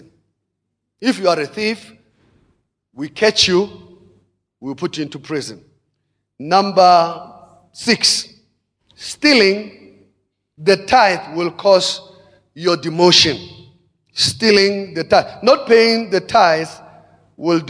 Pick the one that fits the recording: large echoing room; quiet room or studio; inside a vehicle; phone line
large echoing room